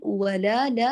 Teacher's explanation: الواو واللام ترققان يأخذان ذات المقدار تماما في الحركة، فلا تختلس أحدهما، ولا نقول ولا فنمطط وندخل. · Term: ترقيق اللام